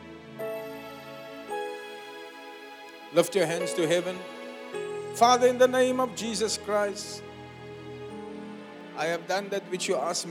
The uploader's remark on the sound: Preached at the Zion Sanctuary, Cape Town on the 21 May 2023.